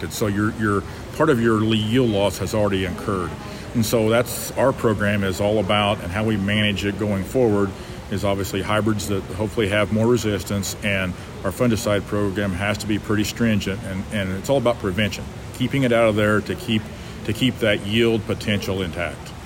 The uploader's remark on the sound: live at the Tar Spot Summit, hosted by AgReliant Genetics near Indianapolis, IN this week